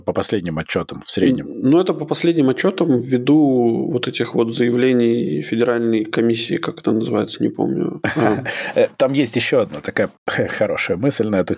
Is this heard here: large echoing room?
no